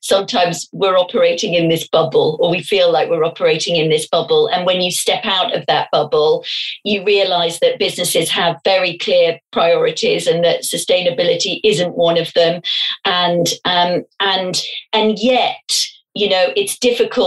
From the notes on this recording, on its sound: In this episode, we were interviewed for a live ‘ MarketingKind Digital Fireside ’ session. Our podcasts are recorded purely via online conferencing platforms, we apologise for any minor sound quality issues.